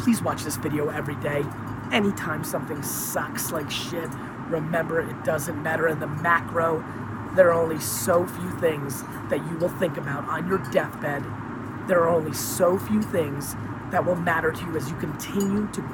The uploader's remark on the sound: Sorry about the quality of the audio - there’s a lot that I had to get off my chest, and straight into my iPhone.